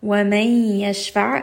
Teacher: وَمَنْ يَشْفَعْ، again, this is going to be idgham with ghunna. Noon is merging into the ya, which is part of yarmalun.